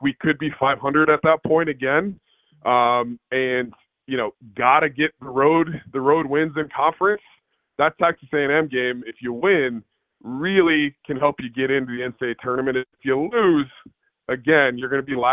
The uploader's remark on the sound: On the Farm Bureau guest line. Now live in the BankPlus Studio.